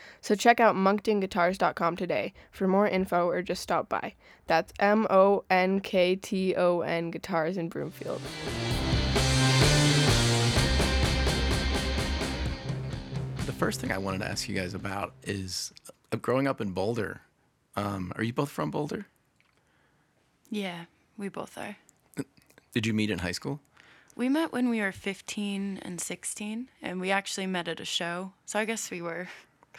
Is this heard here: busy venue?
no